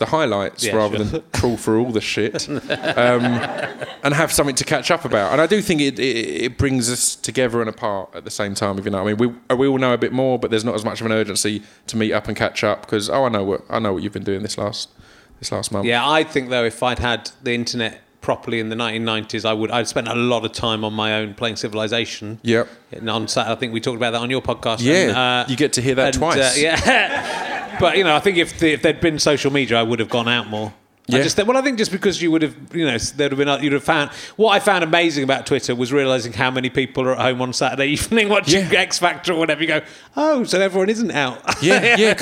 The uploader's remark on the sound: chats with the audience in his usual unpleasant manner